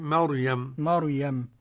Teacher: والراء في مريم مفخمة على القول الصحيح